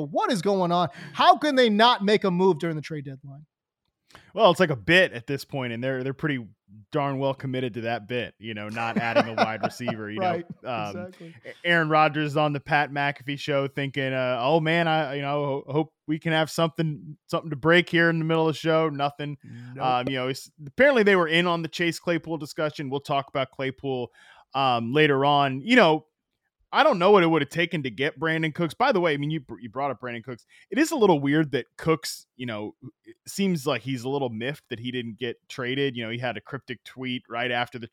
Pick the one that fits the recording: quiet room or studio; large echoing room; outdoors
quiet room or studio